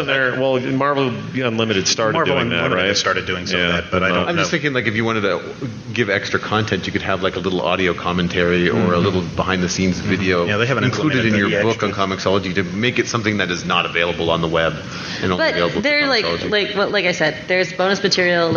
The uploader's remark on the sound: Comics panel at Nerdtacular 2014